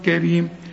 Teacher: كريم كلها حروف مرققه بما فيهم الراء، لان الراء ما دام مكسوره تبقى مرققه